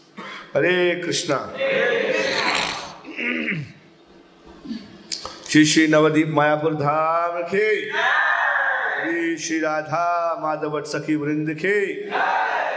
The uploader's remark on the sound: Mayapur Yatra 2020. Audience : Camp devotees.